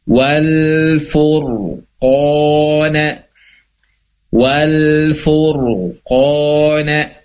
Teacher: Nah, fu-nya masih tipis, tapi ketika masuk ke dalam ro sukun, ro-nya tebal, ada gemak di dalam mulut. Ro-nya taf khim ya.